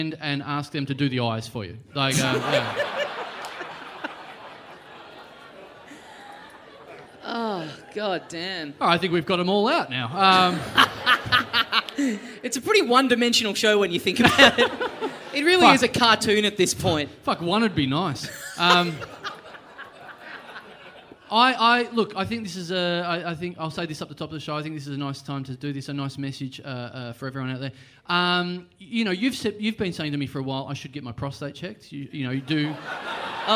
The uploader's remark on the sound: We got our biggest ever audience for an Adelaide podcast and all we had to do was move the show to Melbourne!